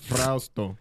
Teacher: You gotta roll that R.